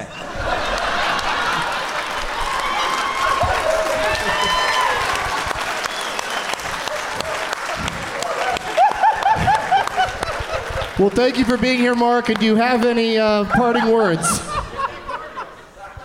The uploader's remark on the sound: Live from the 208 Comedy Fest in Boise